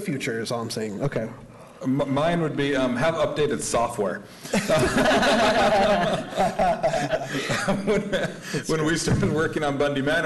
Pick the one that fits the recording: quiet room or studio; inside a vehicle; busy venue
busy venue